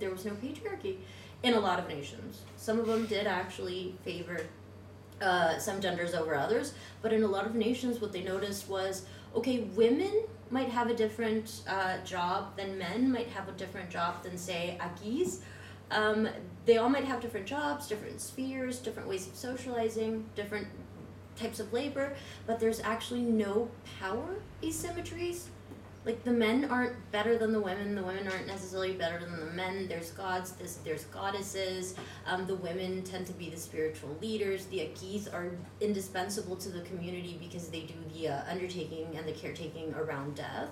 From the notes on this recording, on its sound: Live at Night of Arts and Sciences.